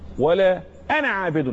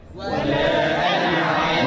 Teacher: الالف هنا ساقطه في الوصل